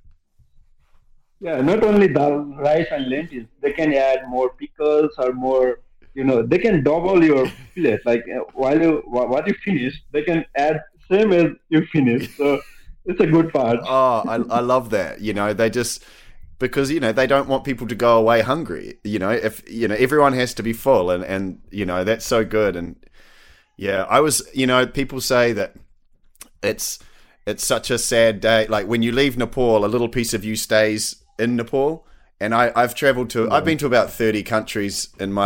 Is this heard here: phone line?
yes